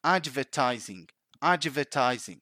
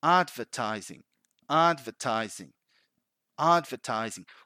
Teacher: When you hear natives talking, it's so subtle that you can barely notice that D. · Shown in: second take